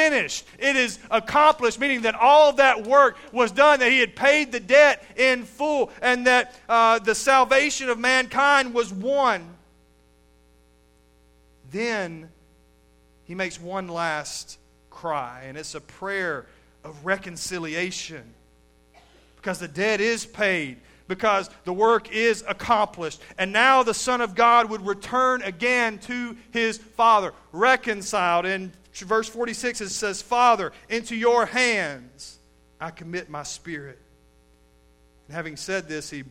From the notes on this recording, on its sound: Recorded live at Shindler Drive Baptist Church.